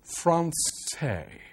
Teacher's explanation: The consonants are not sharp and clear. They kind of blur into the vowels themselves, as does so much of the French language.